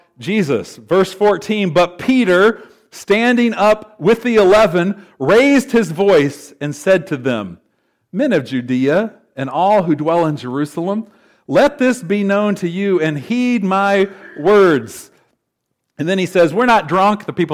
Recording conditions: large echoing room